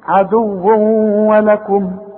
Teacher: بعضكم لبعض عدو، طب عدو الواو عليها ضمتين وبعدها واو، طب الواو دي بقى من حروف الايه الإدغام عند النطق كأن الواو بتاعت ولكم دي مشددة